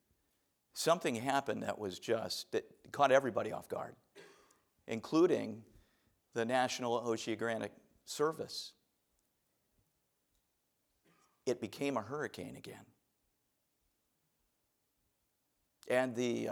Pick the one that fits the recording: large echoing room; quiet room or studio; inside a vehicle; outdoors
large echoing room